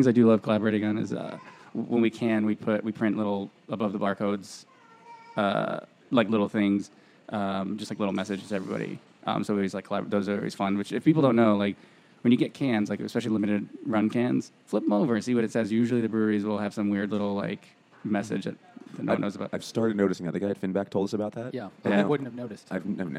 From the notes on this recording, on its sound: The Rockaway Brewing Company ‘s tap room in Long Island City, Queens